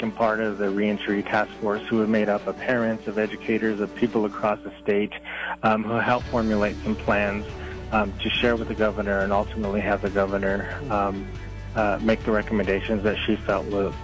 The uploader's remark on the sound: called into 101 Gold early this morning